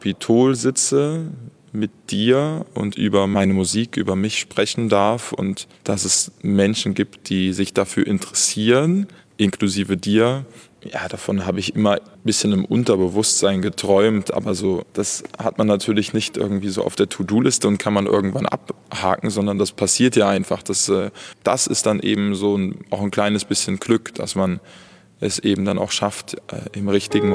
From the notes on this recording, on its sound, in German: In seiner Wahlheimat Mannheim. Live im Konzerthaus Capitol ans Klavier. Eine emotionale Folge mit viel Live-Musik!